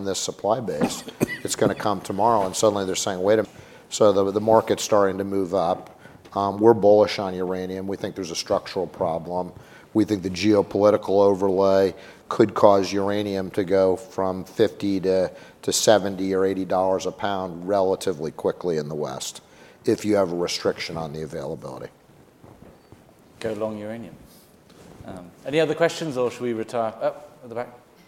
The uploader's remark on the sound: We brought together a panel of leading thinkers and executives from across the sector. In front of a live audience in New York City. This inaugural Live HC Insider Podcast event was hosted by HC Group and Brown Brothers Harriman.